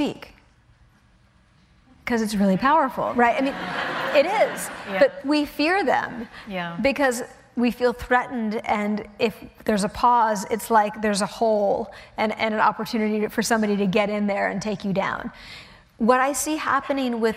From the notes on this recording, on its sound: The conversation was recorded on Jan 21, 2016 in front of a live audience at New York's 92nd Street Y.